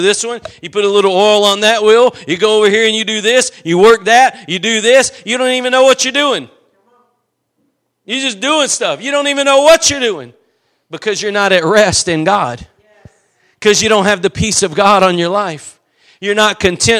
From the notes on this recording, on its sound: Preached at Gospel Lighthouse in Bossier City, La.